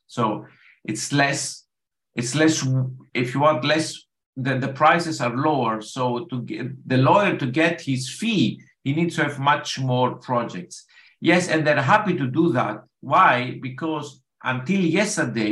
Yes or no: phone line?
no